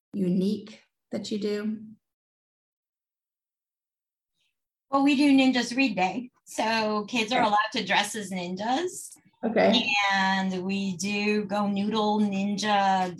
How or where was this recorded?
video call